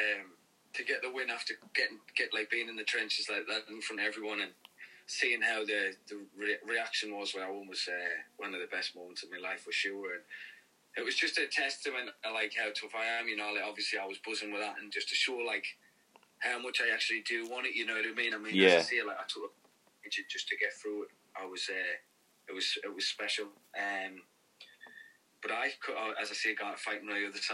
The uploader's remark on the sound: over the phone